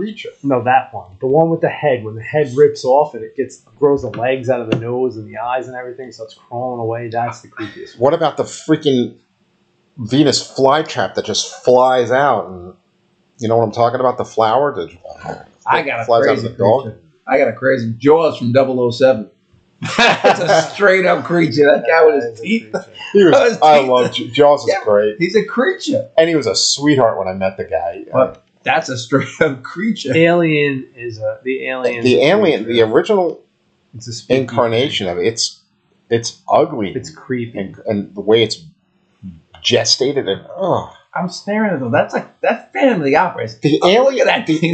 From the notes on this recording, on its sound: A ghost got into the soundboard and the next 2 episodes have audio issues.